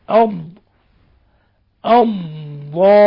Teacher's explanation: مخرج الضاد من حافة اللسان مع ما يلي من الأضراس العليا · Term: الاستطالة في الضاد